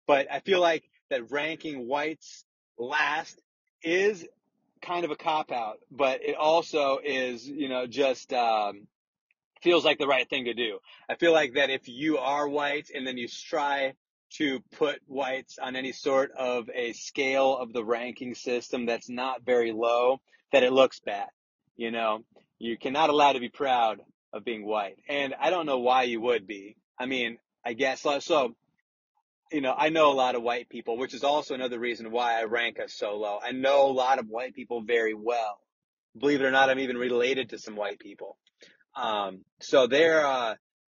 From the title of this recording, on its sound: RECORDED WHILE DRIVING AN AUTOMOBILE!